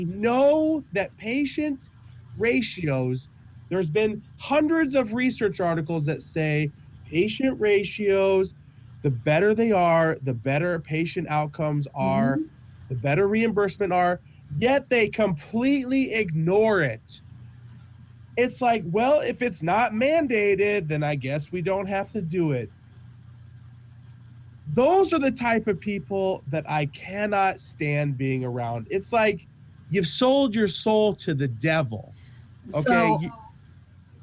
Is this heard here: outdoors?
yes